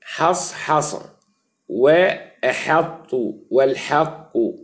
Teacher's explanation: ورقق الحاء من حصحص وأحط والحق لوقوع الأحرف المفخمة بعدها وهي الصاد والطاء والقاف · Term: ترقيق